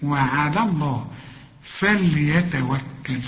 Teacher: لفظ الجلالة هنا المفتوح مفخم، انما وعلى مرققة. قل لي وعلى الله فليتوكل، كل الكلمة مرققة.